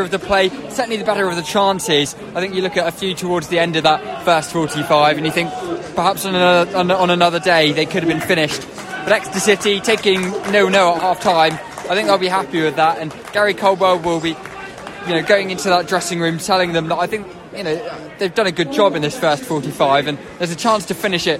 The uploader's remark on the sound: Listen to highlight commentary live from St James Park